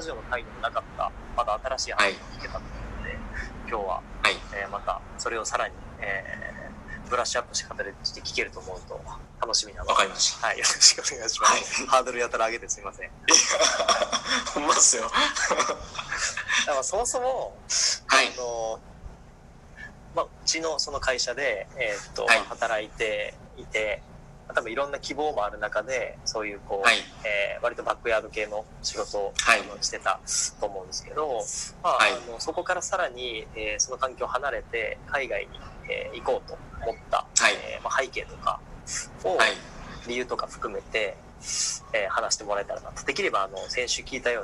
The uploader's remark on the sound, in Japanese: この番組初のZOOM収録です！(ジャカルタ↔千葉)。